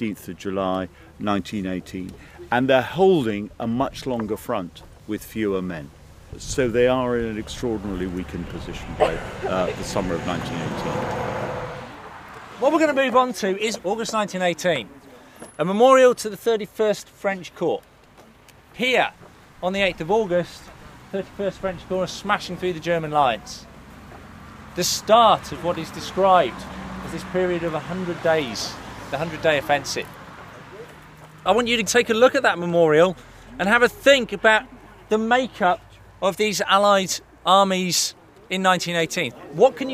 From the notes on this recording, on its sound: In August 2018, students from across the United Kingdom joined students from France, the United States, Canada and Australia on the Western Front to commemorate the Battle of Amiens. Recorded mostly during that battlefield tour. In this podcast, we visit MOREUIL WOOD.